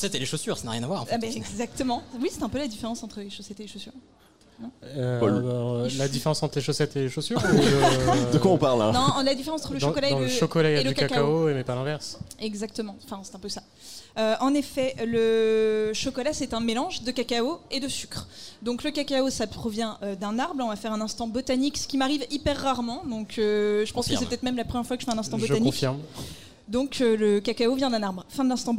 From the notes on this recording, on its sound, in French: Live au Culture Fest. QUEL PLAISIR d'enregistrer cet épisode en public au Culture Fest !